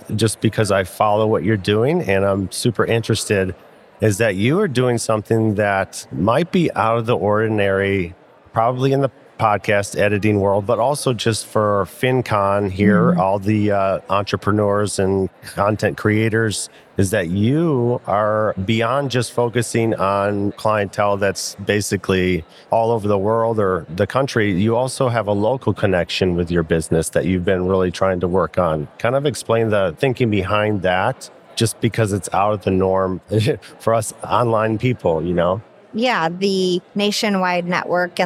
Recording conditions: busy venue